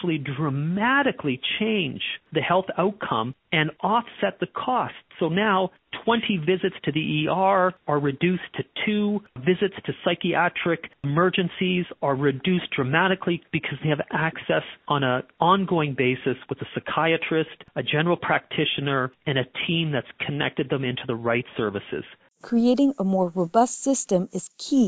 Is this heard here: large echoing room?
no